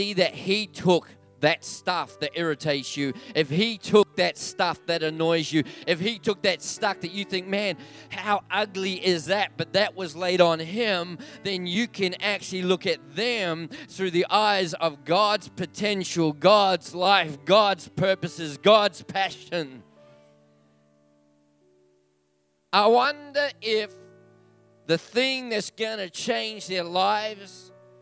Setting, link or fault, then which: setting, large echoing room